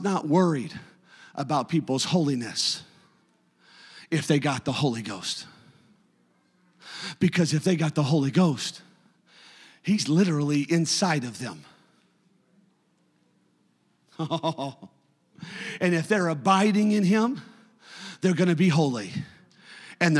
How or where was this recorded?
large echoing room